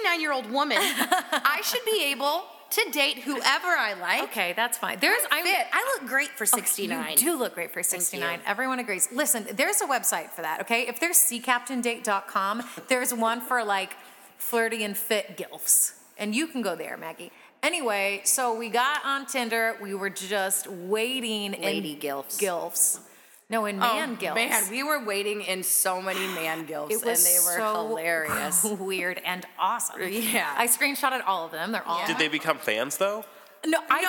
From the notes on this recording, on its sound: interview recorded backstage at Subterranean